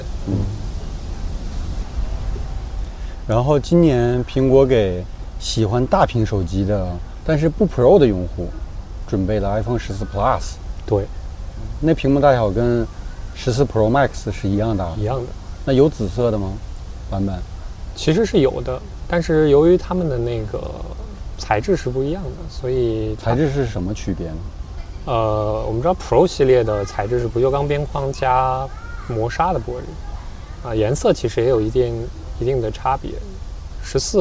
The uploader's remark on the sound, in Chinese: 这次虽然做了一些准备，但发现室外背景的杂音还是挺多。